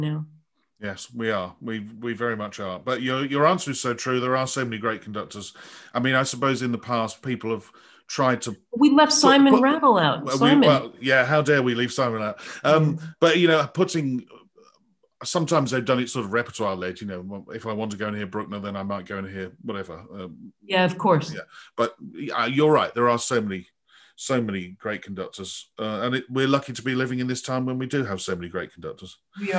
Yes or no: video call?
yes